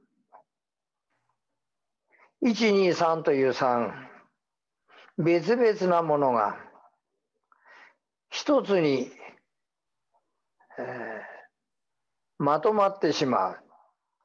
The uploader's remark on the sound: In his first ever Zoom talk.